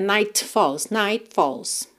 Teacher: aqui você percebe que a gente não escuta o T